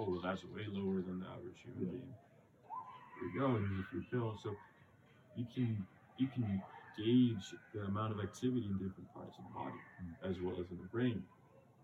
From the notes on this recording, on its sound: There is some background noise. Was a noisy day in the park, and we're still becoming wiser with our audio setup.